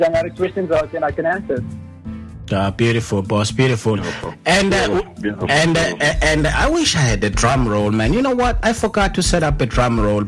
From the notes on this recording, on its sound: The very first Show the Crew did together via phone!